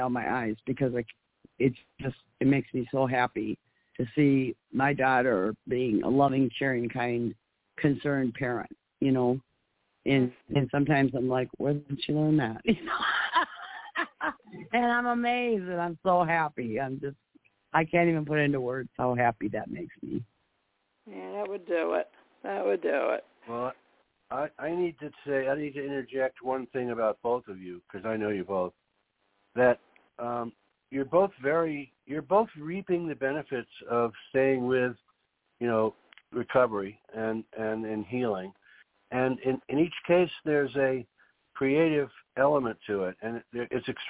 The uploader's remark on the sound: Those who call in will form a panel who'll describe, and be critical of, NAASCA's tools, programs, services.